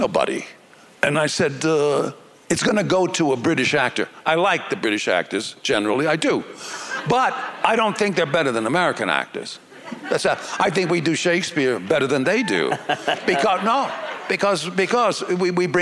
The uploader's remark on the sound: In front of an audience at the Boulder International Film Festival